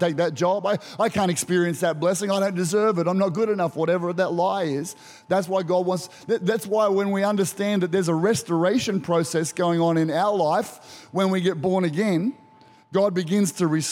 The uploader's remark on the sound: Recorded during our 9am service on Sunday, the 23rd of April 2023